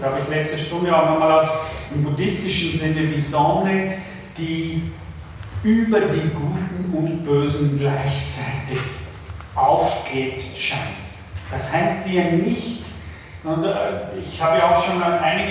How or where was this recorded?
large echoing room